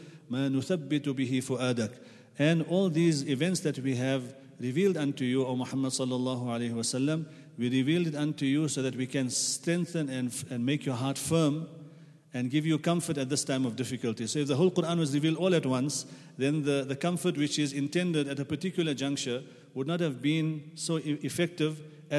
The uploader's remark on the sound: at the Houghton Masjid (West Street)